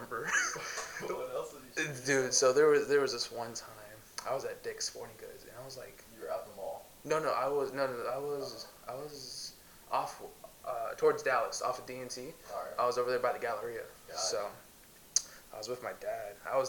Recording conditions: poor sound quality